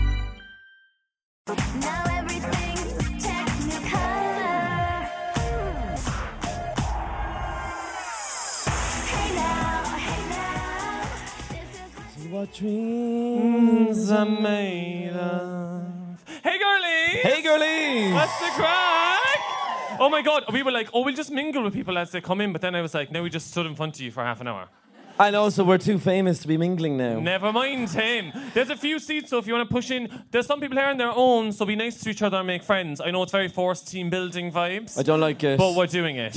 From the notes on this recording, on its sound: the lads decide to do a live recording